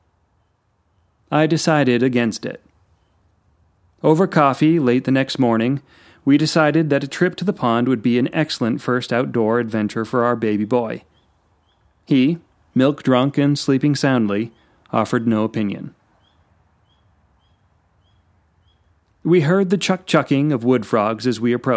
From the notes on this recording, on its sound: In this episode we take a trip out to the pond to listen to another sound of spring.